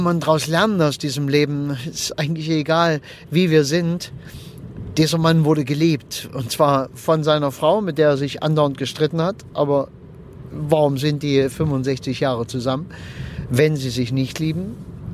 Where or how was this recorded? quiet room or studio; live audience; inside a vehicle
inside a vehicle